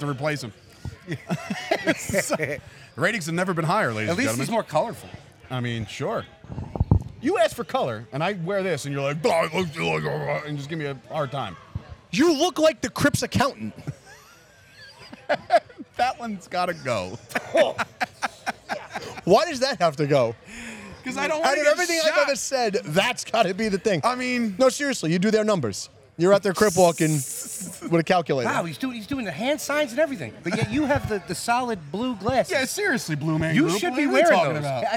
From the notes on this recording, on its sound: LIVE From "Premier Streaming Network Wrestling Showcase". The Chop Sports Fight Factory presents a LIVE/Recorded Broadcast from Metuchen, NJ for the Wrestling Showcase via Premier Streaming Network.